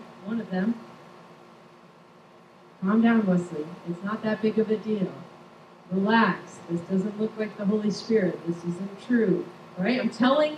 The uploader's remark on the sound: Recorded on June 25, 2023 at Crossing Life Church in Carmel, ME.